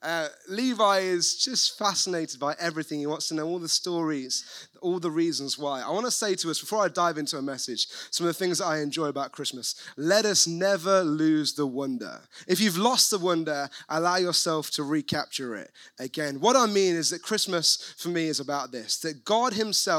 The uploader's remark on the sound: recorded at One Church City